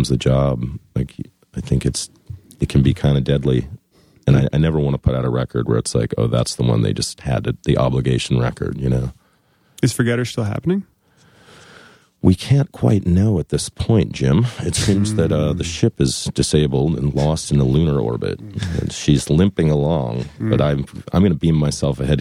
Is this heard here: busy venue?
no